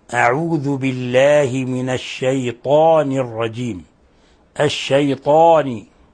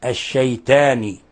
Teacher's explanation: لأن الطاء حرف إطباق وحرف استعلاء حرف مفخم فينبغي بيان تفخيمه · Shown in: first take · Term: تفخيم الطاء